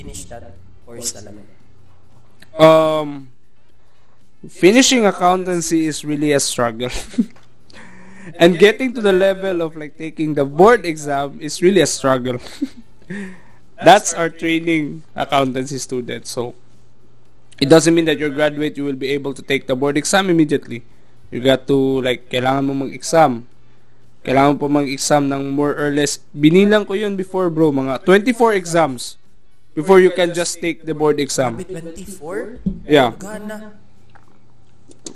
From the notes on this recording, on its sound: Sorry for the mic issues and echo.